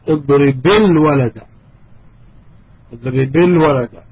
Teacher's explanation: when these two together are pronounced, the باء would be given the sound of كسرة · Term: التقاء الساكنين